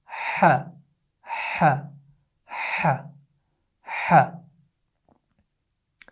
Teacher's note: the blow of the air from the throat, but it is from the middle of the throat, and it is sharper than ha. So it sounds like ha, ha, ha, ha.